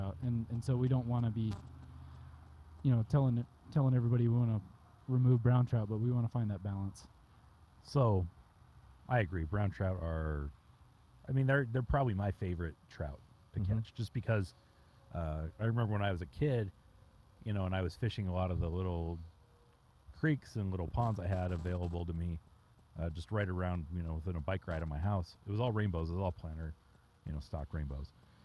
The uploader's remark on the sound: Outside a van down by the Weber River